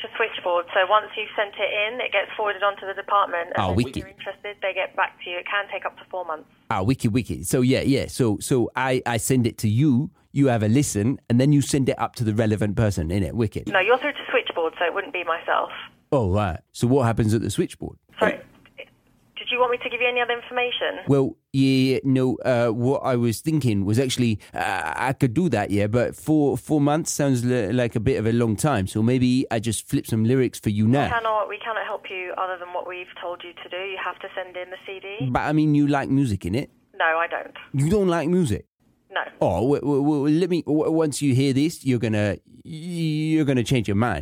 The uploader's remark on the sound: Even More British Prank Calls. Tune in to hear them navigate these quirky phone calls.